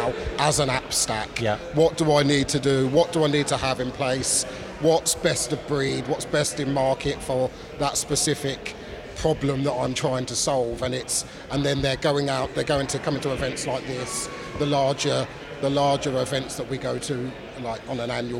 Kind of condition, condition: setting, busy venue